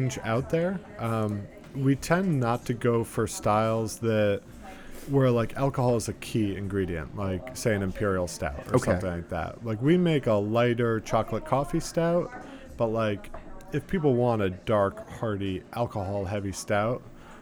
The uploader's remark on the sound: recorded in New York City at the Arts and Craft Bar